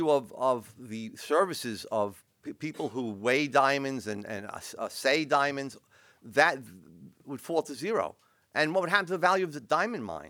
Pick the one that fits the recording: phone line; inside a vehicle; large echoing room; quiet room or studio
large echoing room